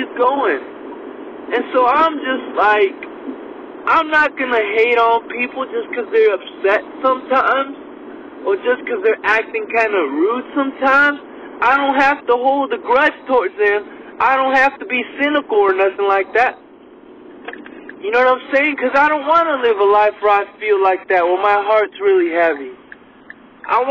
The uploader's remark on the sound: recorded this podcast on his drive to work